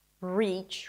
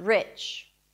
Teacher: So the first one is the tense E, and the second one is the relaxed I.